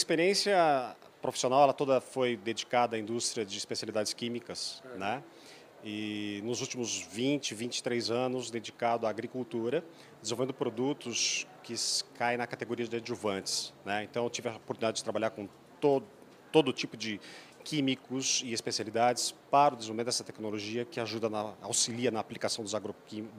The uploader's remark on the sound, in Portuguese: gravada na Agrishow